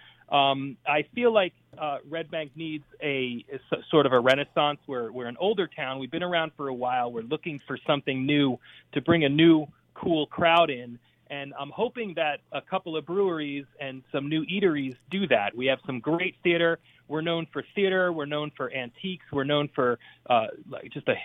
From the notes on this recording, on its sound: LIVE Interview with Red Tank Brewing in NJ. They take a phone interview with up-and-coming brewery Red Tank from Red Bank NJ. The cast of characters call in to talk about their adventures.